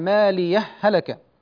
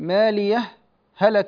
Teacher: والإظهار يكون بسكتة بين الهائين · Shown in: second take